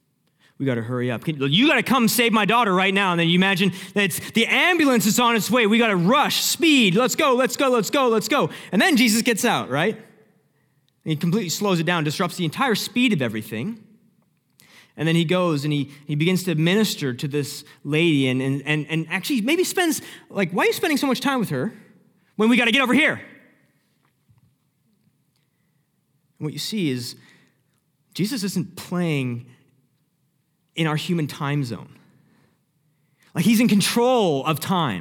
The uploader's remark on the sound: Sermon Audio From Northview Young Adults